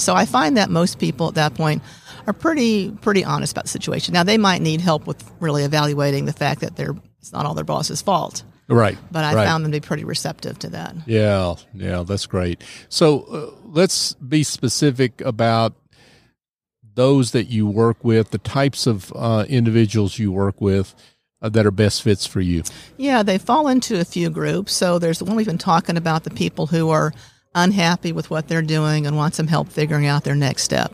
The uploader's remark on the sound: LIVE at the Business RadioX® remote at SOAHR 2023